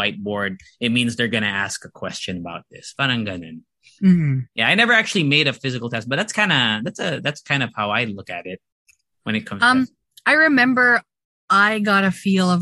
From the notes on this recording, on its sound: We recorded via Zoom using our ELGATO WAVE 1 microphones and they sound fantastic.